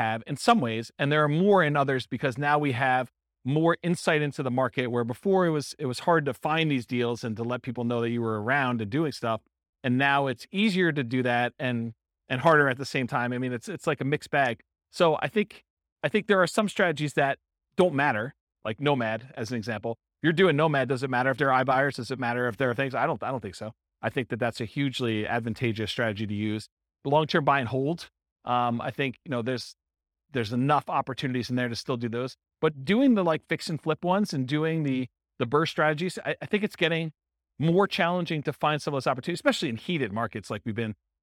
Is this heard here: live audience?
yes